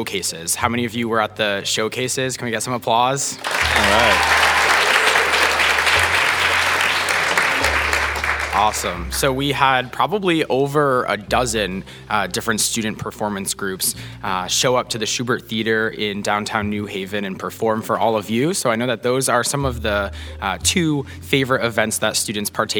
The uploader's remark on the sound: A live audience of recently admitted students. A special episode recorded at Bulldog Days, a three-day campus preview program.